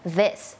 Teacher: มันไม่ใช่ดอเด็กอย่างเดียวเนาะมันมีความสั่นนิดนึงแล้วก็มีลมออกมานิดนึง